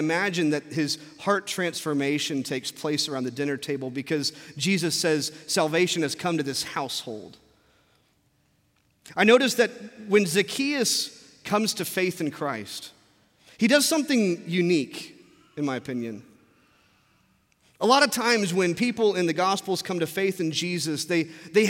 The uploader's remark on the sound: from our Traditional service in the Sanctuary